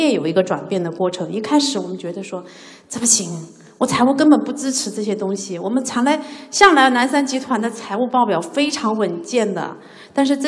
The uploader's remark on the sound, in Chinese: CFO高峰论坛现场回放